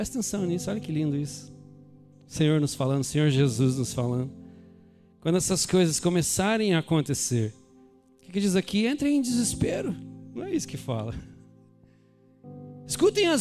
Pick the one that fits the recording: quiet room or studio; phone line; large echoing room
large echoing room